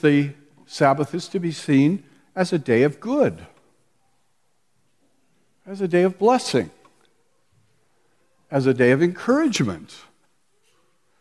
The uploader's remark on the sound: We listen in on the conferences sessions from the Reformation Boise Conference last weekend.